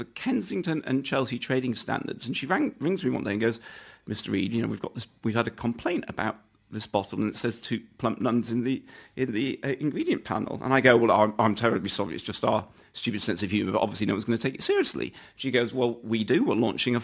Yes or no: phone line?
no